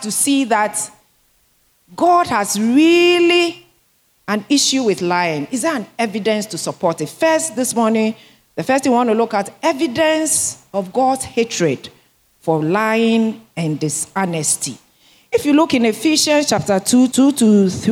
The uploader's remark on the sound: Sermon preached at CBC Shiashie Campus